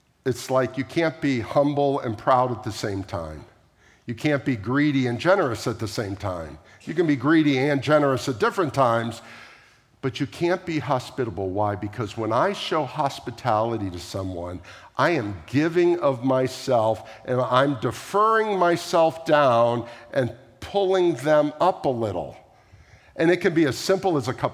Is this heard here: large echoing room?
yes